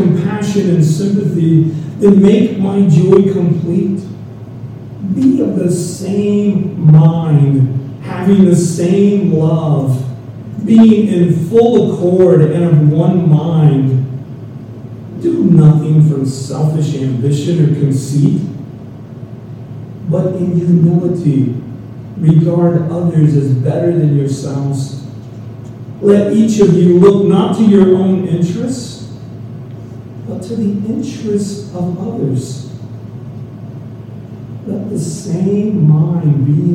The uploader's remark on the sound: We are still having some sound problems, so this is not the complete service, by any means.